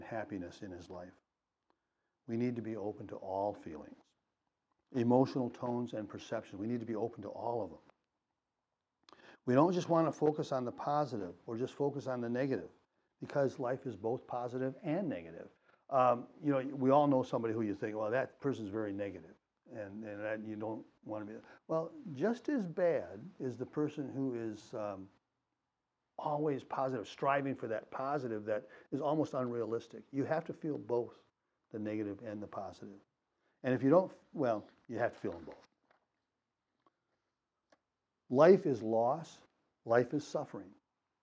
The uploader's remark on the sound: These Dharma talks were recorded at Muddy Water Zen Buddhist temple in Royal Oak, Michigan.